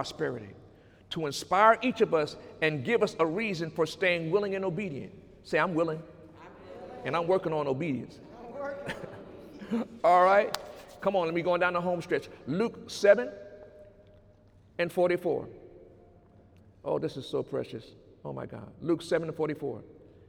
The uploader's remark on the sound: During Sunday morning service on November 4, 2018